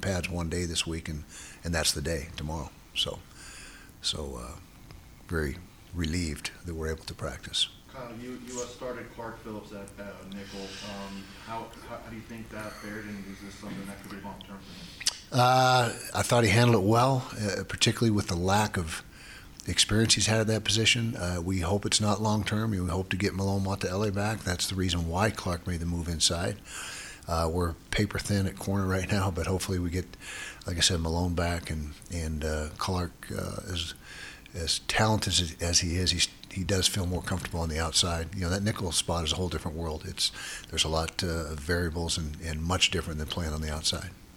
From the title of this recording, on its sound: press conference